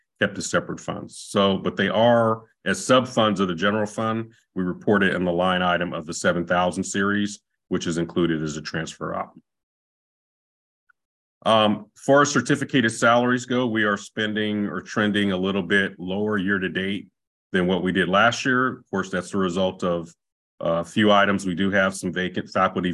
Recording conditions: video call